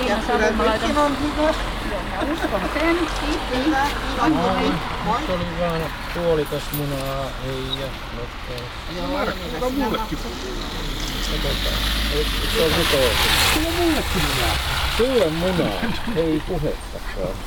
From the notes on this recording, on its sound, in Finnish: On osa EBU:n lokaatio podcast projektia, jossa tarjosimme äänimatkoja ympäri Eurooppaa. Hän äänitti teosta Laajasalossa pienessä kukkakioskissa, joka myy kukkien lisäksi mm.